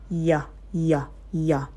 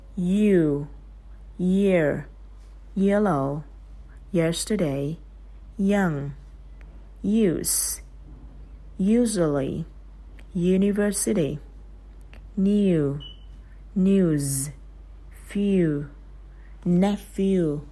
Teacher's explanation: đầu lưỡi và chân răng nó không chạm vào nhau và đầu răng nó không chạm vào nhau. Nó dùng ở giữa cái lưỡi ấy.